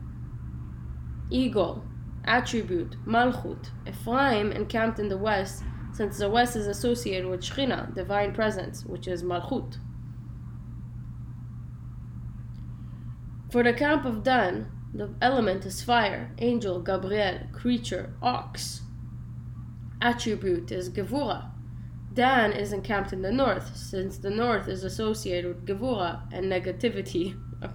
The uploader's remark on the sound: sorry for the poor quality :( recording